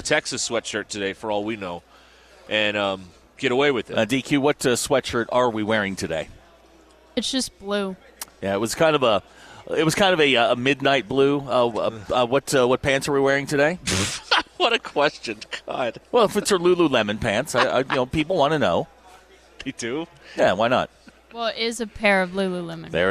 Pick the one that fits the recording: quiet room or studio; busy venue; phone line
busy venue